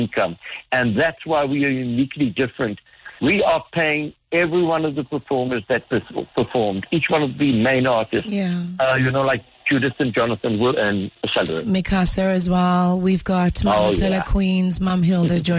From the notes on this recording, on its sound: Joined on the line.